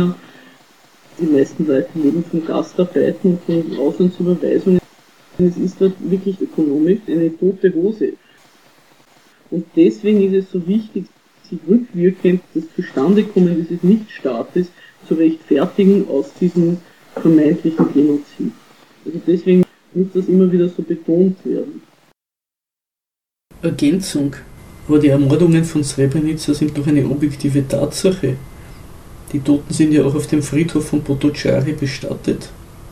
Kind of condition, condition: fault, poor sound quality